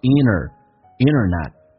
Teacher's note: Play a more important role 指的是扮演越来越重要的一个角色 in our daily life,在我们的生活当中。那么第一个听力难点就是 internet。这个单词我们经常在口语化当中不会说成 internet。NT 组合一般 T 不发音叫 internet